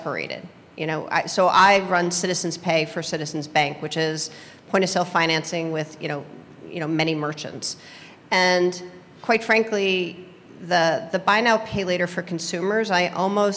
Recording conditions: live audience